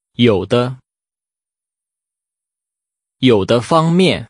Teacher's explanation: Using falling and neutral tones, say some or in some.